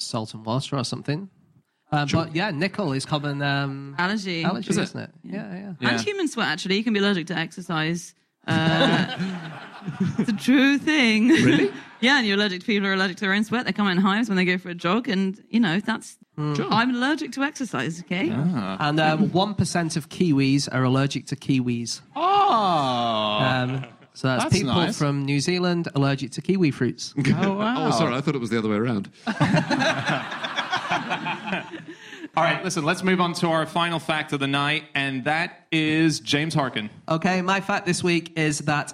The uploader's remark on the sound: Live from Bristol